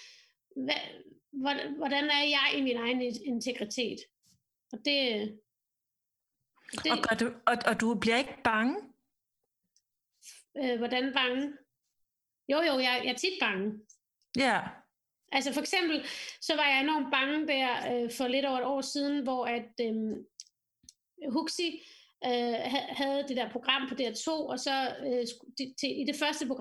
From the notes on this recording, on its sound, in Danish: Så lyden fra vores internetbaserede samtale er så lækker som mulig.